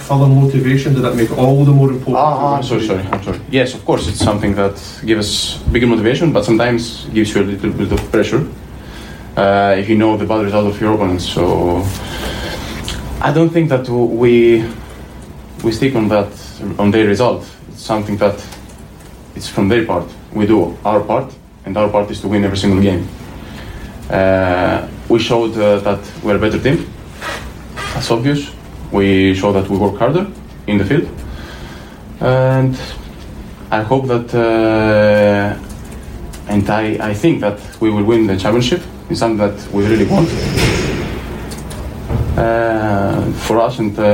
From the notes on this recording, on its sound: At the post-match press conference following Celtic's 3-2 victory over Dundee.